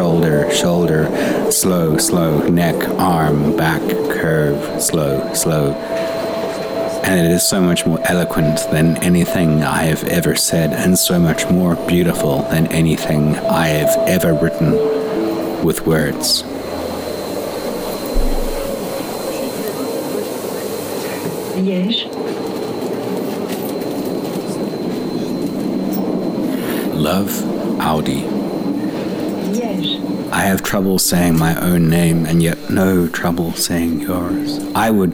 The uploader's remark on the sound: Over the sounds of different airports and subway trains I've been on over the last few years. I find the ambience of subway trains and airports relaxing and I always record a few minutes of the ambient sound around me whenever I'm in a new one. The recordings are from: Paris, London, New York and Los Angeles.